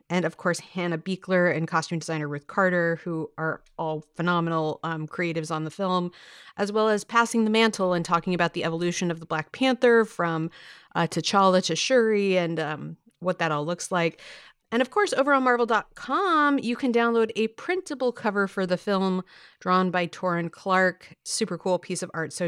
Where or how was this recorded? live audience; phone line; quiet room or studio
quiet room or studio